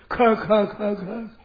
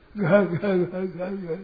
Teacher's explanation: दूसरा और चौथा ये महाप्राण है